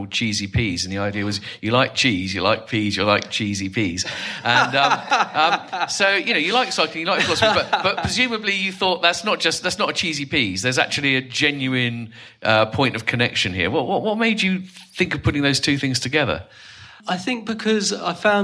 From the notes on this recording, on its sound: Today’s episode features another Philosophy salon recorded live pre-Covid at St George’s in Bristol.